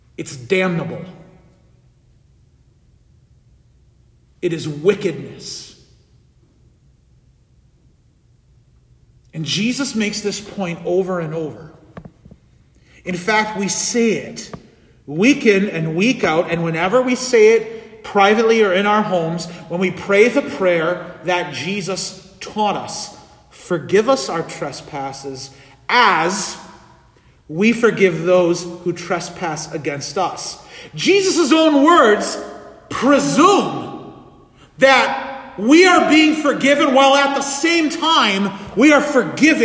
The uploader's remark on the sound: This sermon audio was recorded at the Midweek Divine Service on Wednesday, September 20, 2023.